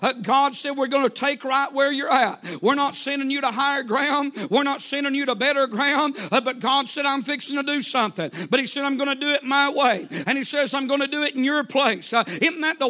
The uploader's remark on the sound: A sermon preached Wednesday Evening